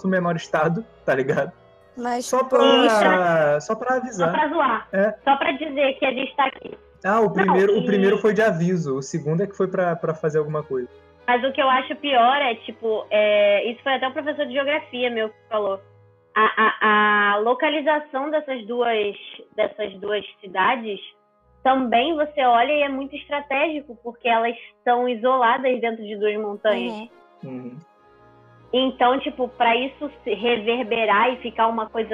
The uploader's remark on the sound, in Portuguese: Esse episódio foi gravado de casa pelo discord devido a situação atual de quarentena pelo COVID-19. Não estranhe a qualidade de áudio.